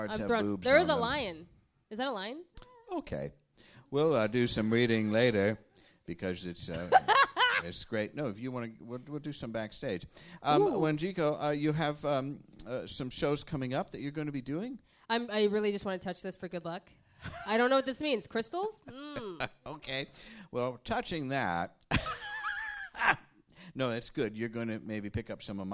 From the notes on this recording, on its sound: Recorded live at the Slipper Room in New York City.